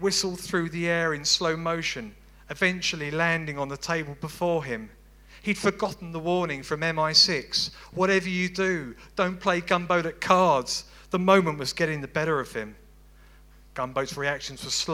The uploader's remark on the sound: Audio from the Brixton BookJam, December 2017